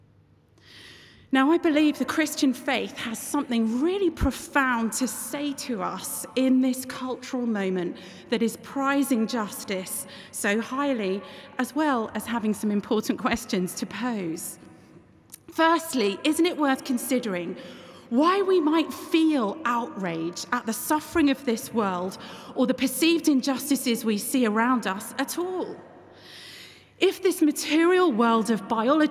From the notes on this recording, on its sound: keynote address at the 2023 National Parliamentary Prayer Breakfast in Westminster Hall, London on Tuesday 27 June 2023